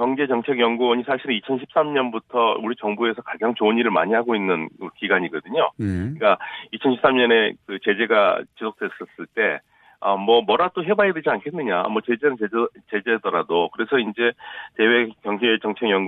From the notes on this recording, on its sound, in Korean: 전화연결